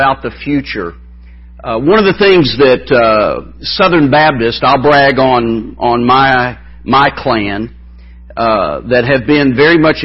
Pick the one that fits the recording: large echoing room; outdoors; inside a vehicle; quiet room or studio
large echoing room